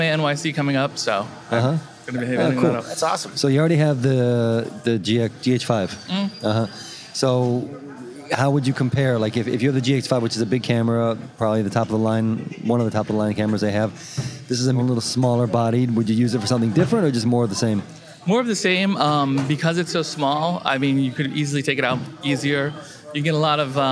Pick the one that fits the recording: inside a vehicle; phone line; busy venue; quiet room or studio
busy venue